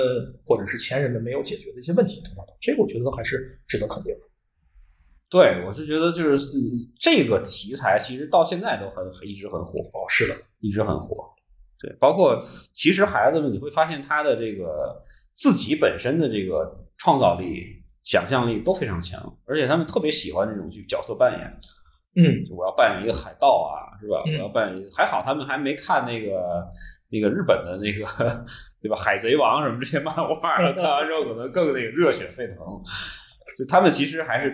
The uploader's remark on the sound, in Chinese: 本期由于录音场地的问题，音质略有损失，还望各位听友见谅